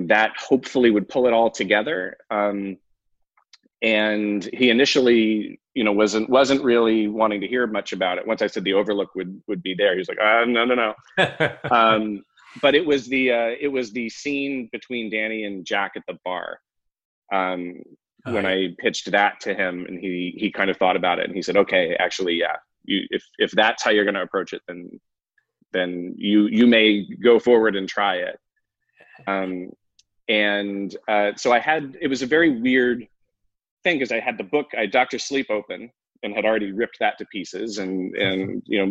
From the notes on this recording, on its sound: Virtual and Live from the 2020 FANTASIA Film Festival earlier this year.